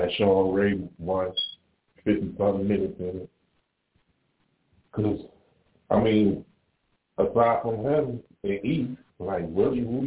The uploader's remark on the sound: Live calls and more. Weekly caller, email and tweet driven show. Leave a voicemail to be played on-air.